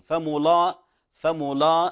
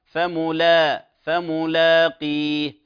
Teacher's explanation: لا مسوغ لتفخيم اللام هنا · Shown in: second take